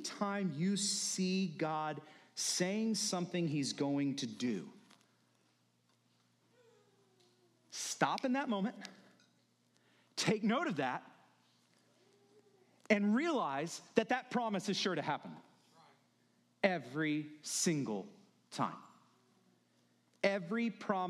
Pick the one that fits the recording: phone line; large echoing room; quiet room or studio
large echoing room